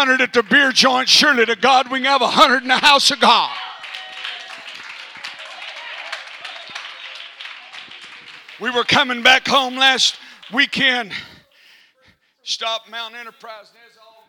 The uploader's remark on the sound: Texas District UPCI Superintendent, preached at Calvary on Sunday morning, February 27, 2022.